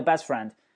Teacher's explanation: 加 friend 那个 best 那个 t 就不发音了，你在旁边记一下，在空白处记一下，t 这个字母放在一个单词的结尾，经常不发音，并且 t 后面如果加辅音的话，这个 t 也经常不发音，对吧？不管从哪个规则，从哪个角度来理解这个 bestfriend，你都听不到这个 t 的发音